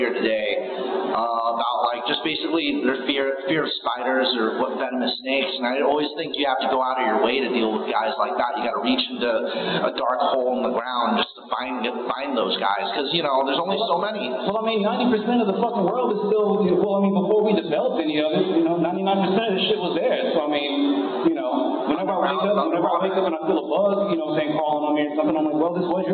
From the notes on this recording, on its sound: I know the sound is shit, I'm still figuring things out.